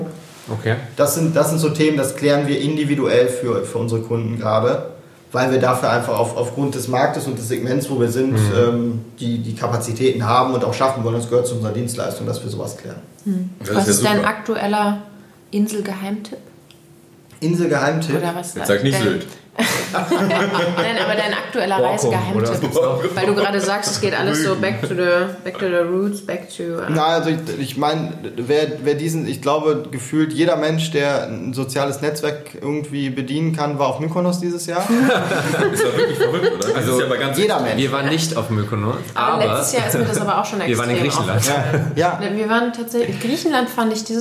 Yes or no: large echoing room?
no